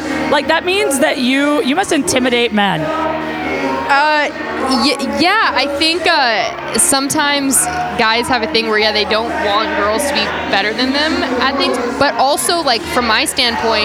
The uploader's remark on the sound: Live at Burton. Live on location at the Burton Snowboard's flagship store in Santa Monica, CA.